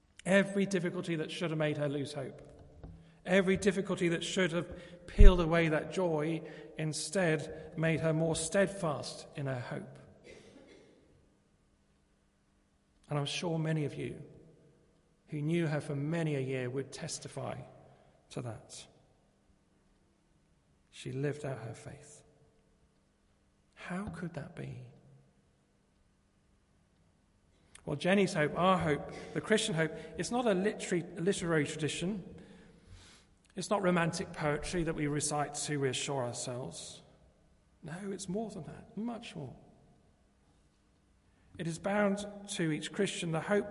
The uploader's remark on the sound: Christ Church, Bayston Hill (UK)